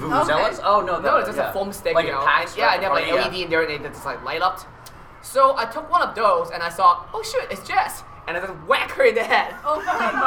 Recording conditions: busy venue